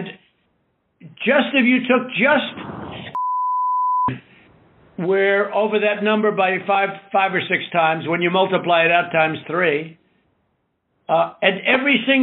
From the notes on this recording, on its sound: the uninterrupted, unedited phone call